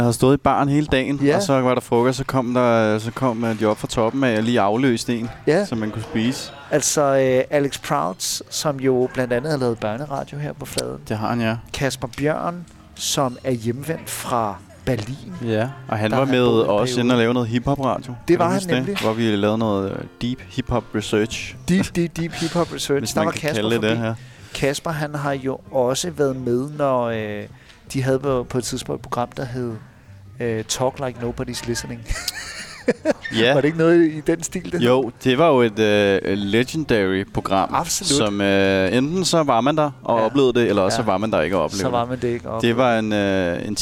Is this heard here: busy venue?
yes